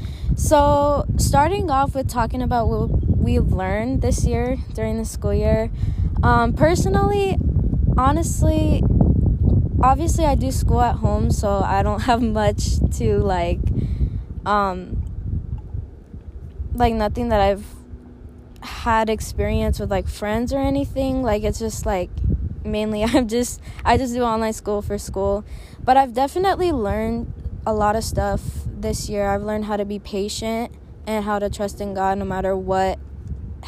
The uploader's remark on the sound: As we were enjoying the outdoors and fishing